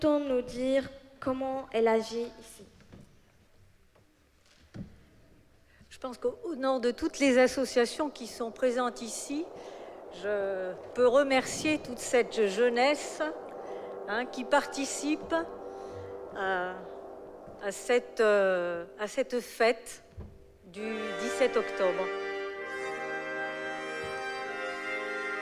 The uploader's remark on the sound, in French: Émission spéciale : en direct de la journée mondiale du refus de la misère à Metz. Ils ont accueilli des représentants des différentes associations de défense des Droits de l’Homme.